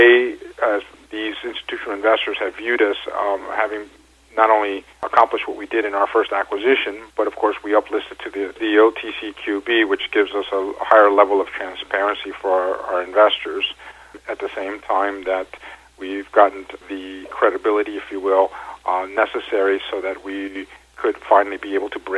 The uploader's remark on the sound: called in to SmallCapVoice